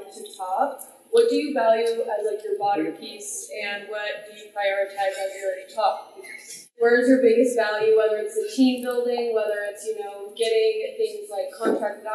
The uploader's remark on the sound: This episode was recorded live at Vidcon Anaheim.